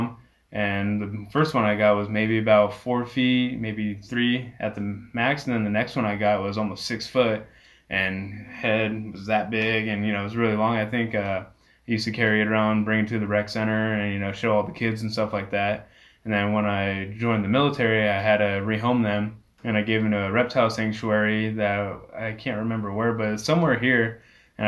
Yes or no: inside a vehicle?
no